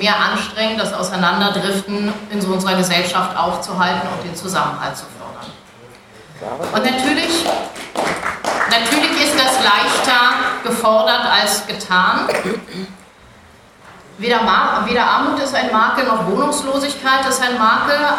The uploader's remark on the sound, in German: Mitschnitt einer Info-Veranstaltung im Berliner Abgeordnetenhaus zum Thema Obdachlosigkeit.